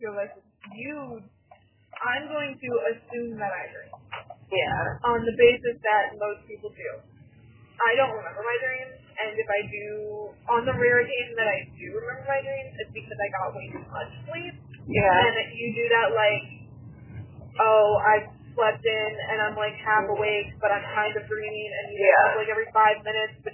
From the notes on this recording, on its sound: In the car. Car Rides and Conversations.